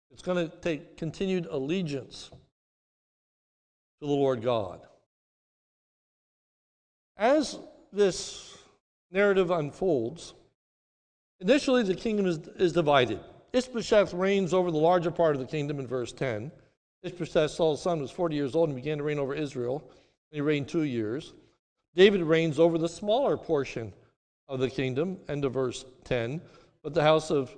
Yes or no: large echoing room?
yes